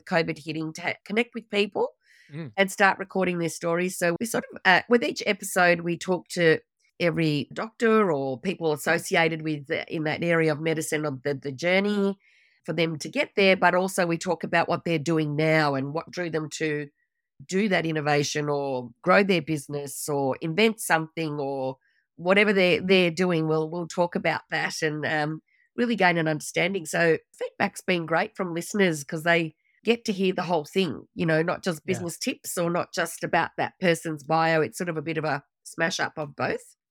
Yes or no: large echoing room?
no